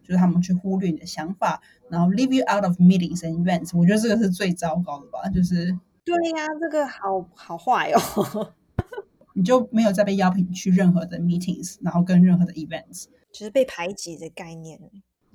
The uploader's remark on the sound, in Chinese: 這集的收音音質不是很好，請大家見諒